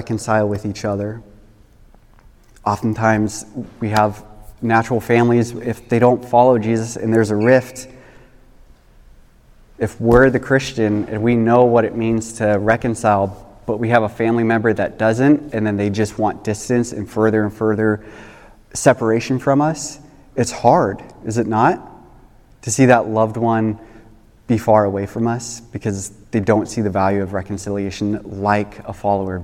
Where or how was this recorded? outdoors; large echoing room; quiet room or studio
large echoing room